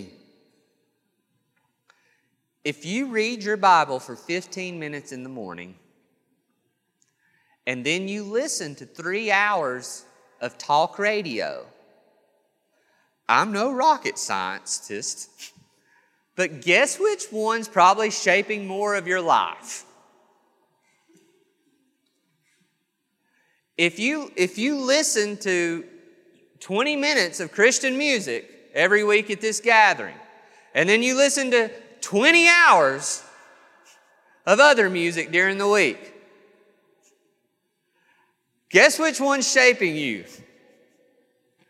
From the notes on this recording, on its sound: This sermon was recorded on January 5th, 2022 at Matthew's Table Church in Cleveland, TN